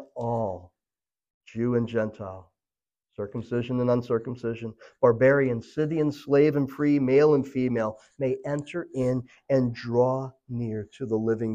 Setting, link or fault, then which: setting, large echoing room